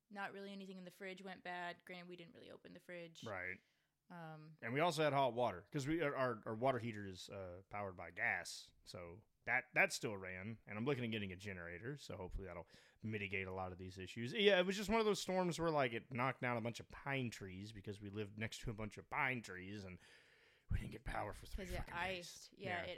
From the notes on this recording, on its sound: We had some audio issues editing this being on a new PC, so just adjust your volume after the intro song.